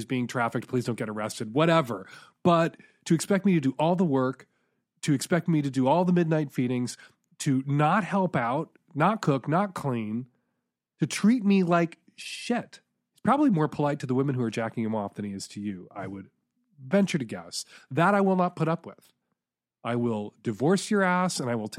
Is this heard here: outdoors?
no